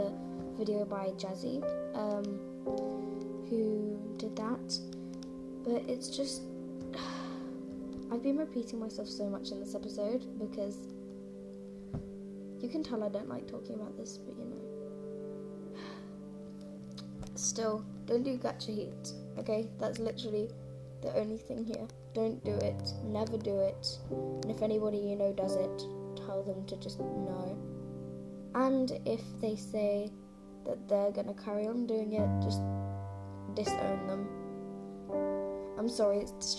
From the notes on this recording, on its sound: Sorry about background noise too.